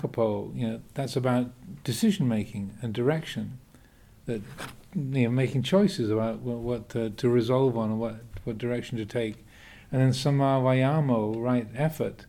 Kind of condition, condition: setting, large echoing room